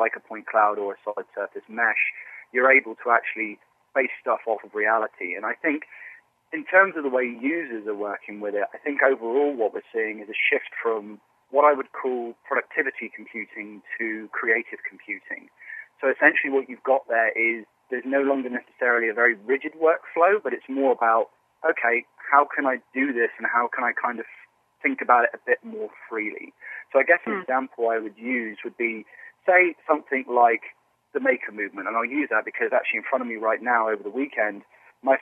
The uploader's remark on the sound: Hear a phone conversation.